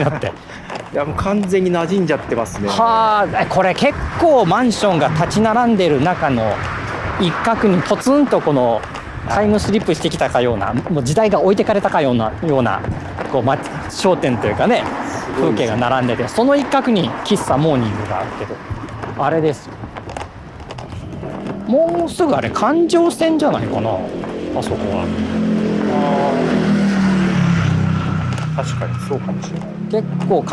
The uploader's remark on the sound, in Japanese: ロケ収録 モーニングを求めて名古屋駅西を歩く（前編）。今回はロケ収録の前編。午後でもモーニングを提供している喫茶店、その名も「喫茶モーニング」に向かって、これまで名古屋ニュースで取り扱ったスポットなども立ち寄りながら名古屋駅西を散策しました。